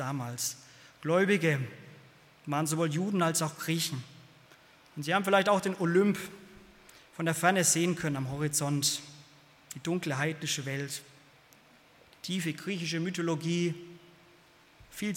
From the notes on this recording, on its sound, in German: aus dem Gottesdienst der Liebenzeller Mission